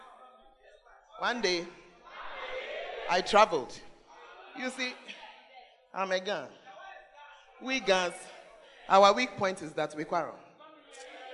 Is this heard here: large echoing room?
yes